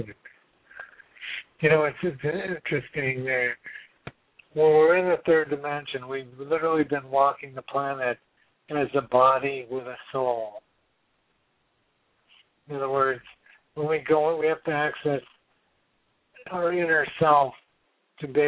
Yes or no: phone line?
yes